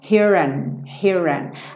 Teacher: Acaba ficando quase que só o N